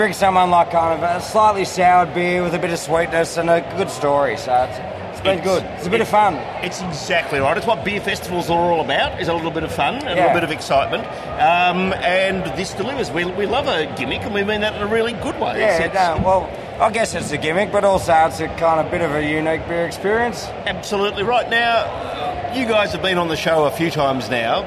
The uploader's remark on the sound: As this was an outside broadcast the audio is not of the high quality we normally aim